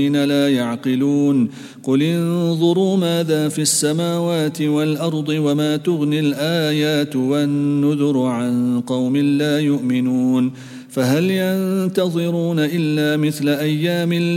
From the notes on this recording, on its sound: at the Houghton Masjid (West Street)